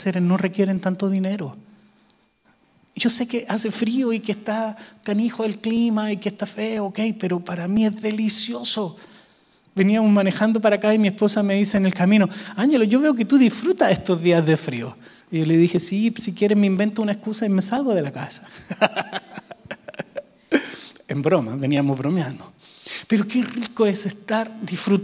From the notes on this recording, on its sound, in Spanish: Grabado EN VIVO en Visión Mundial Para la Familia, Arlington, Texas, USA.